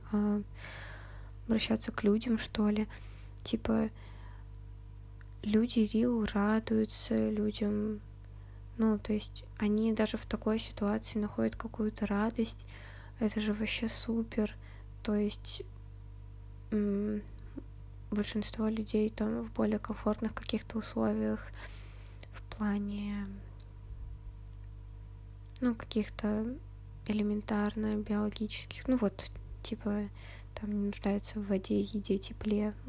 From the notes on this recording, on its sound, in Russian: Сегодня какое-то тяжелое дыхание. Соре за шумы.